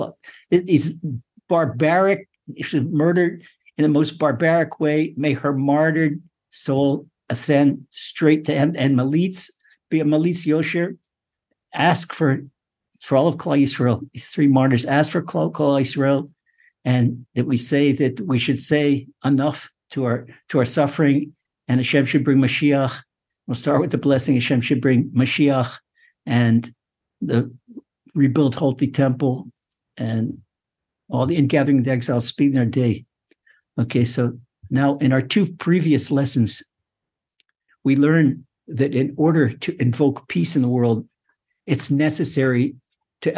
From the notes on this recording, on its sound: Recorded via TORCHzoom.